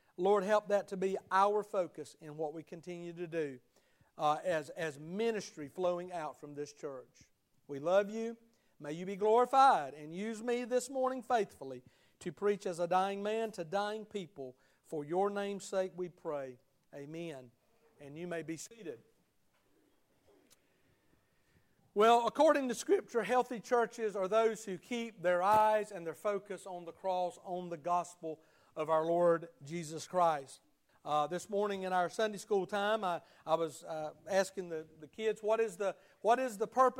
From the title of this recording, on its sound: Sunday Morning Service at Liberty Baptist Church